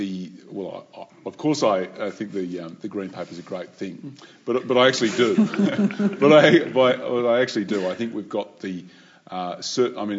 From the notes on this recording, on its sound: A live recording of the latest in our Wentworth Talks Series